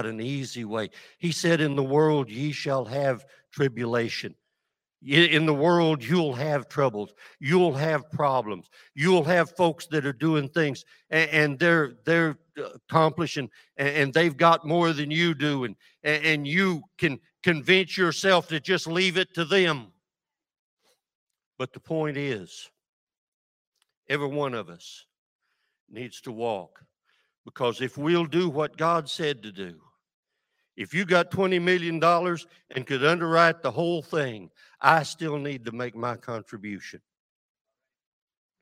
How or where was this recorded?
large echoing room